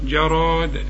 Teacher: جراد، شوف جاء الجيم تعطش جراد، عند الوقف على كلمة جراد قلقل الدال